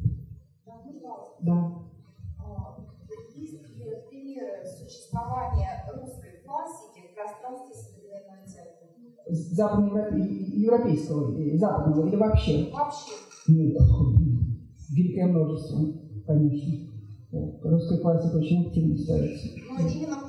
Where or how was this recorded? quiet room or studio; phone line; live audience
live audience